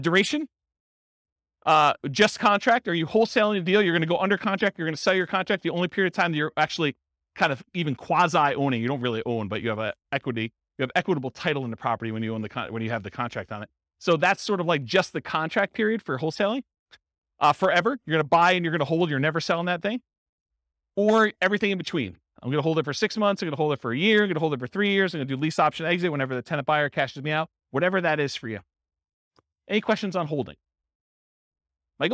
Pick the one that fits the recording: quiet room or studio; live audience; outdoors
live audience